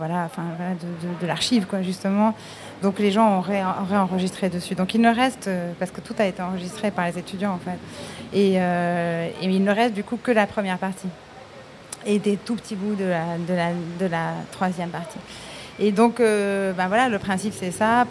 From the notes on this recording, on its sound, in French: Un plateau radiophonique enregistré en public. Sur la terrasse du Théâtre des Bernadines. FID, Festival international de cinéma de Marseille.